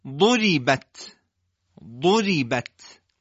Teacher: شما ضاد رو میبینید درشت میگیم ولی در ر و بت استفال معلومه · Term: تفخیم